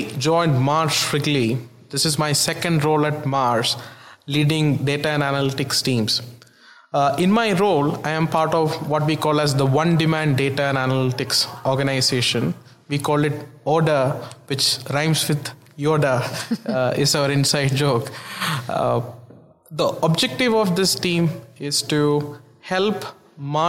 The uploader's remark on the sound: Tech Transformation is once again on the road, this time recording from Groceryshop 2022 in Las Vegas.